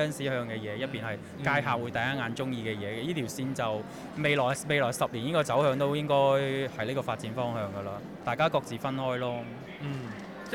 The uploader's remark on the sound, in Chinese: KOMOCHAT Live | 勇闯潮玩展，HotToys 突击采访。